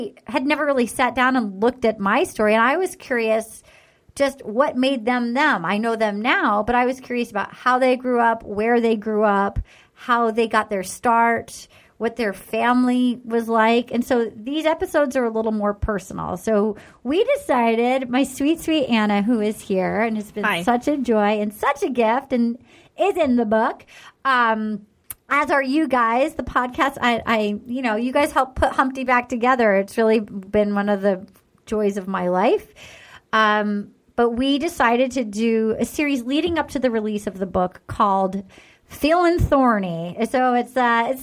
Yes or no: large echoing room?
no